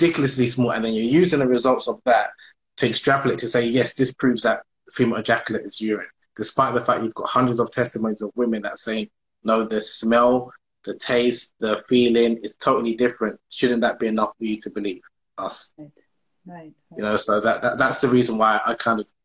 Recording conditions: video call